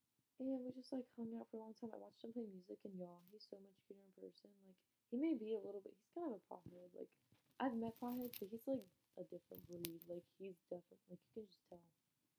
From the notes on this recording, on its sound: sorry if the audio quality is bad